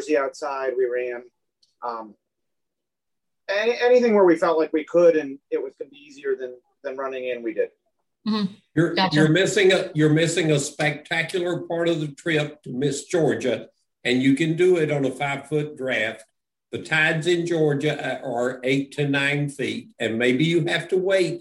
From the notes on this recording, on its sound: The recorded Open Q&A session from the recent Virtual Spring Rendezvous. Takes questions from attendees on all things related to the Great Loop!